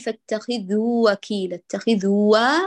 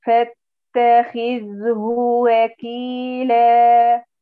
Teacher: لا تدمج الهاء في الواو · Shown in: second take